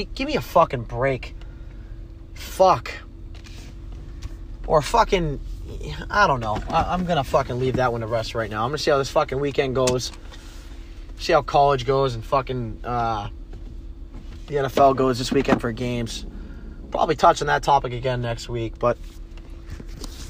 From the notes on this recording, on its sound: Typical me going off while driving.